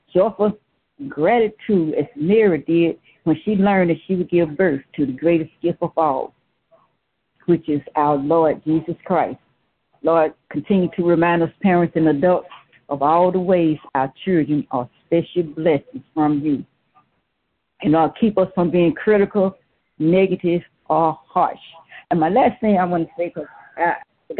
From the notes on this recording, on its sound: Youth Conference Call. Join Our Service Live via Conference Call.